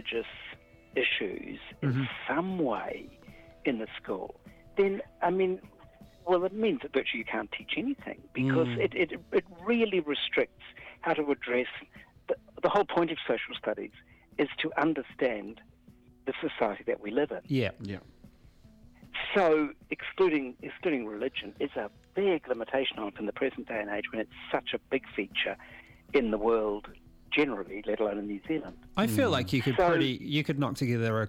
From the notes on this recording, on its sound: chimes in over the telephone